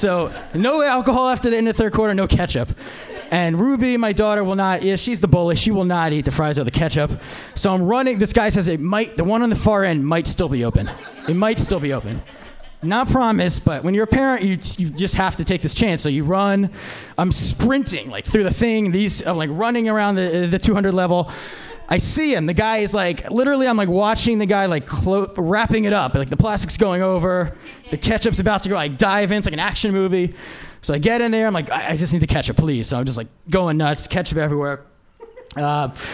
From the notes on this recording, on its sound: Live Podcast. Live from Stand Up NY!